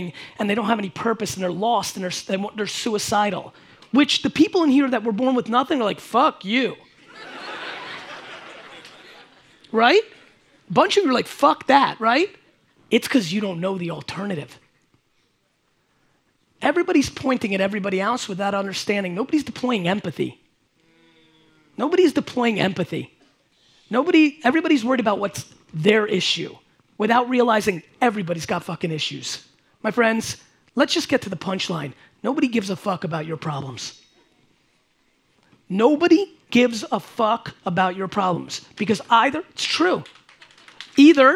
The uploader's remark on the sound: A Keynote and Q&A at COMPLEXCON STUDIO